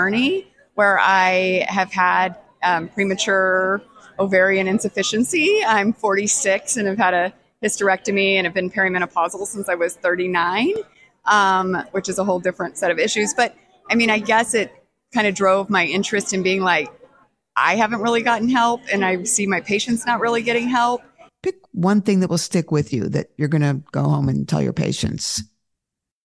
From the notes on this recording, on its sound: Live From THE MENOPAUSE SOCIETY Annual Meeting.